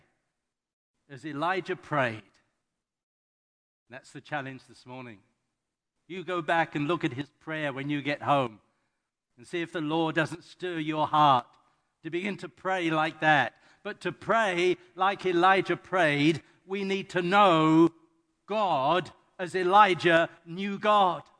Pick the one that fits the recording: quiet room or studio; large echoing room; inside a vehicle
large echoing room